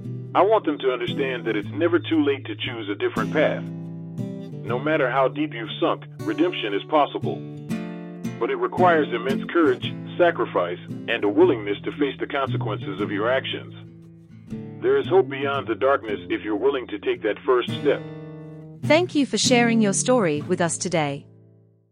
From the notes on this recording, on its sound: we've had to conduct this interview over the telephone with pre-recorded questions.